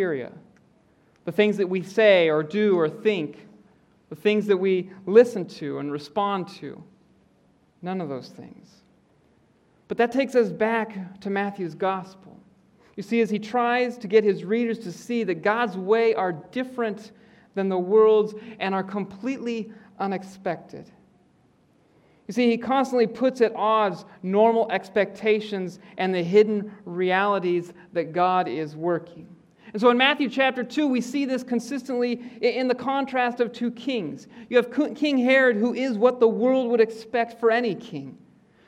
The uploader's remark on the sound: preaches in the Auditorium.